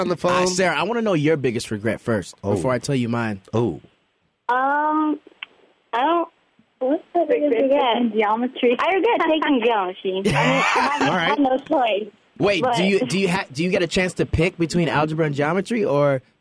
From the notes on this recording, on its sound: They also take a few phone calls.